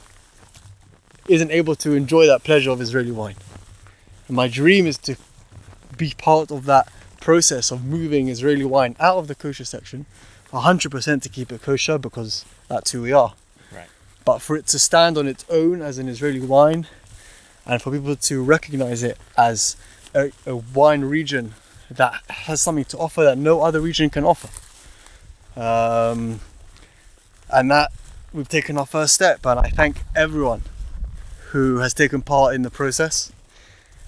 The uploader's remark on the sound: Strolling through the vineyards in the hills just outside Jerusalem.